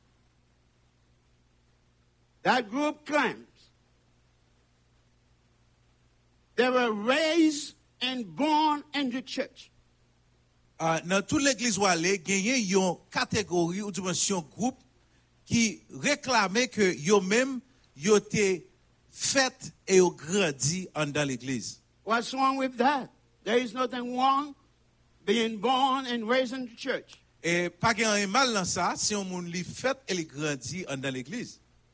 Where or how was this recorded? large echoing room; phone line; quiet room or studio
large echoing room